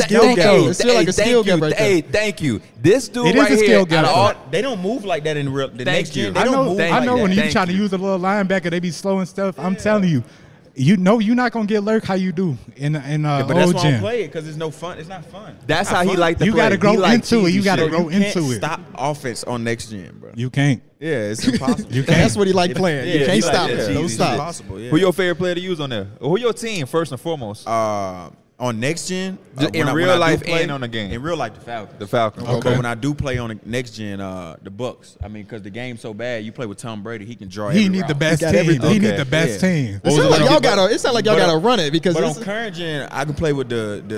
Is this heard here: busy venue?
yes